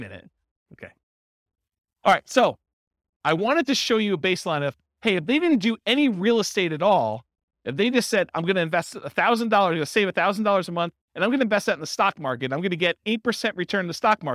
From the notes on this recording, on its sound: This was a live class recorded